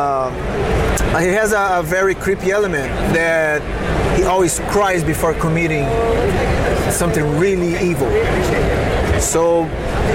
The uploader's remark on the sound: LIVE from SDCC ’23. San Diego Comic Con 2023.